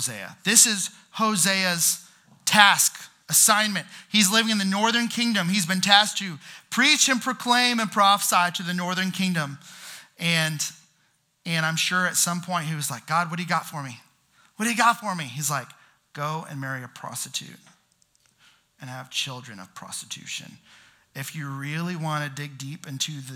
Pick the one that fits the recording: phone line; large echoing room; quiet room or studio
large echoing room